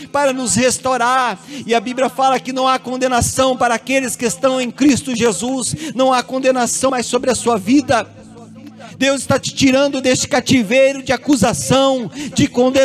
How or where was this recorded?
large echoing room